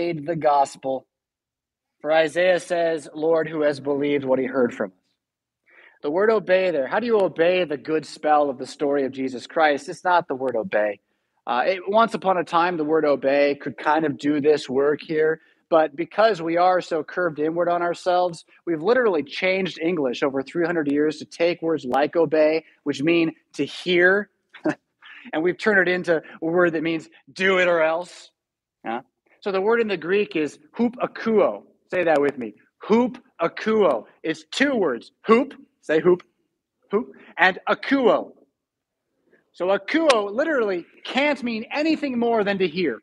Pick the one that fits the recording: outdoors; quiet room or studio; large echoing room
large echoing room